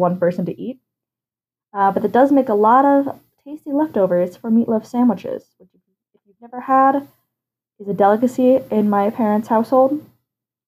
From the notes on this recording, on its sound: This is my first podcast and I'm aware the mic quality could be improved. I am working on getting some better equipment!